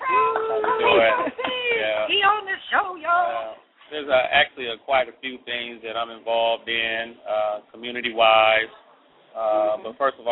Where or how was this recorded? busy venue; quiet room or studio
busy venue